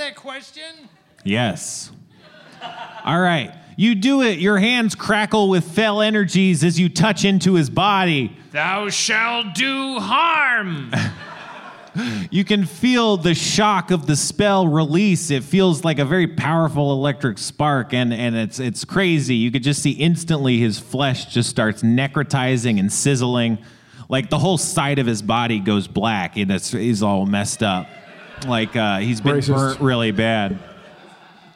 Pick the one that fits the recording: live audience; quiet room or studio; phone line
live audience